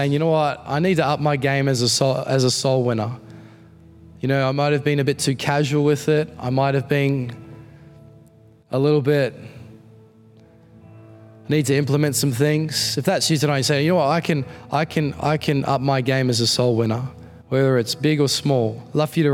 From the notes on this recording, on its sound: Recorded in the 5pm service on Sunday, 11th September 2022